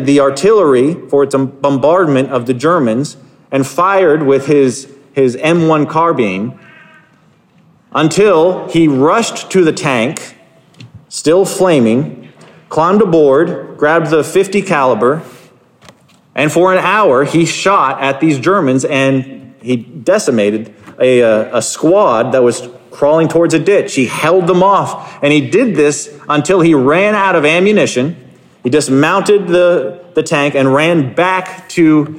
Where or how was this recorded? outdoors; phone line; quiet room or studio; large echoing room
large echoing room